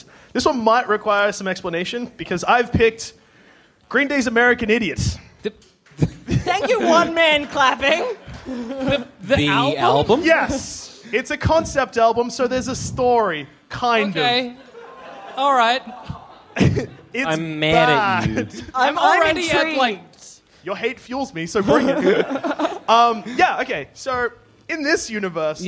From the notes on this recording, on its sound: Our first ever live show recorded at the Eureka Hotel in Melbourne in 2015.